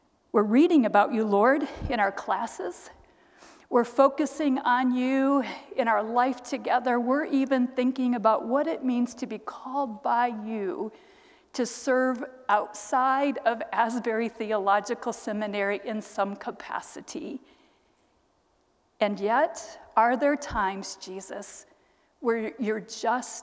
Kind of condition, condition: setting, large echoing room